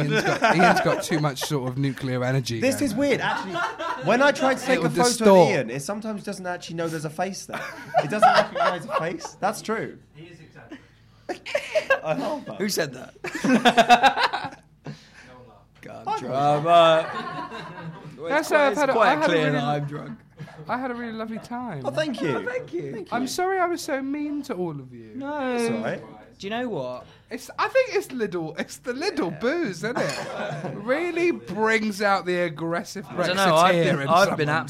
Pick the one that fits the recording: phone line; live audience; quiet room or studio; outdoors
live audience